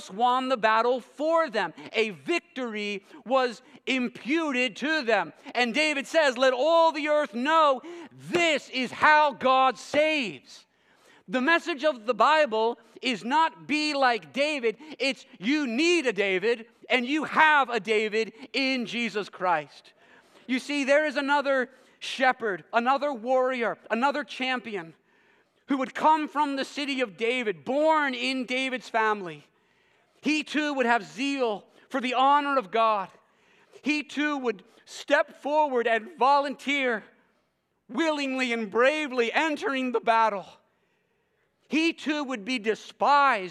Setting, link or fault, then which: setting, large echoing room